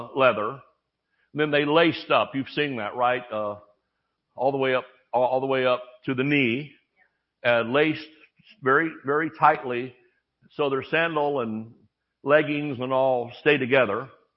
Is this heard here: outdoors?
no